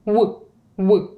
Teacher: навіть звук В ми вимовляємо уподібнено до У